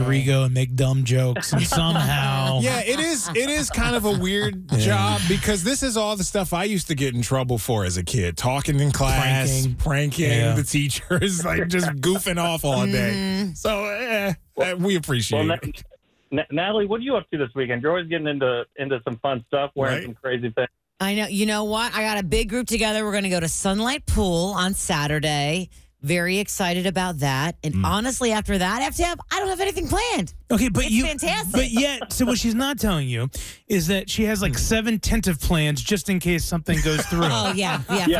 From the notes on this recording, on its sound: a local celebrity called in to talk with us!